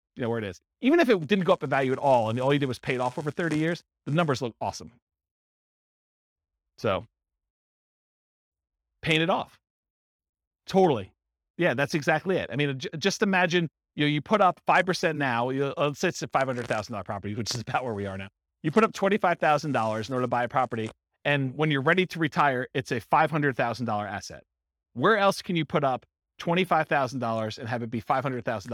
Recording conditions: live audience